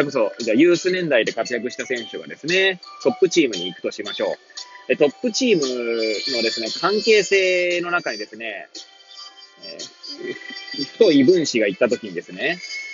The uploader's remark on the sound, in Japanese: Airpods を付けた状態で、車中で収録しており、雑音などが入る可能性があり、ご容赦ください。